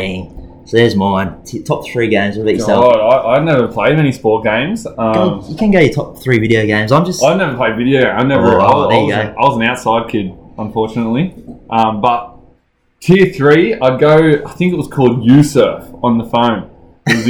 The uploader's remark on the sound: Apologies in advance if the sound quality.